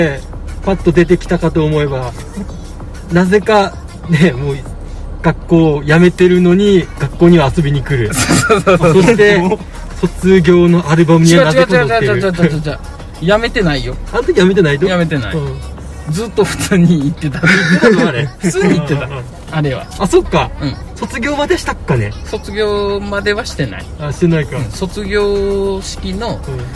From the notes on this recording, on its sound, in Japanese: 宮崎市内にある「住吉公園」という場所で行ったのですが、当日は残念ながらいい天気には恵まれませんでした。いつものように車の中で収録しているのですが。